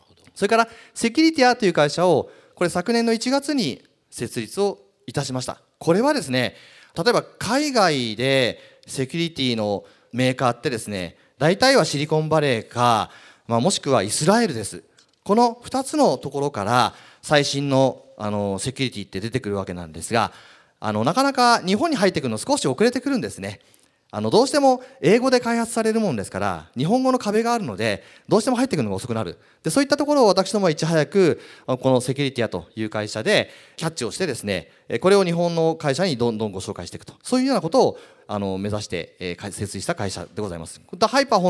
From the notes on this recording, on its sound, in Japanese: 2019年7月28日、東京・東銀座の時事通信ホールで行われた「ラジオNIKKEI 相場の福の神 注目企業ＩＲセミナー」